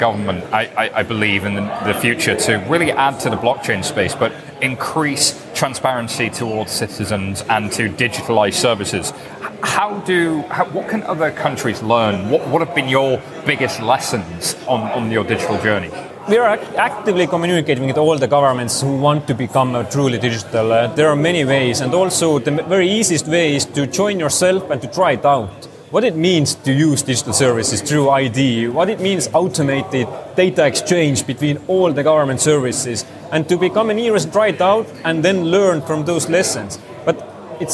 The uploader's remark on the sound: Interviews from Blockchain Live